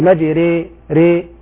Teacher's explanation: ممالة بمعنى قربناها من الياء، قربنا الألف من الياء. لاحظوا ما قلت مجرى، ما قلت مجرى، قلت مجري ري، فالألف قريبة من الياء. · Term: الألف الممالة